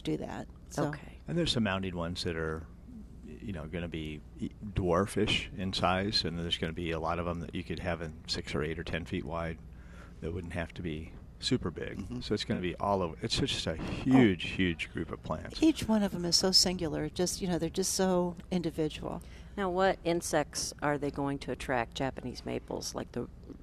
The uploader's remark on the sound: Plant Experts Live at Prairie Gardens